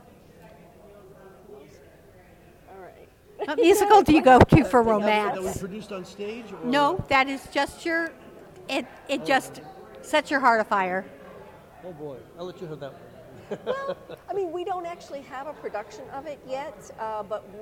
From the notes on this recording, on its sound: “Live From The Edison Hotel Times Square Chronicles Presents”, is a new show that is filmed live every Wednesday from 5 – 6 in the lobby of the iconic Hotel Edison, before a live audience.